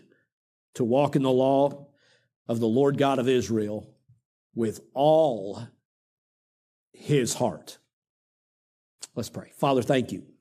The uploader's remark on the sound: during the Sunday evening service on October 22, 2023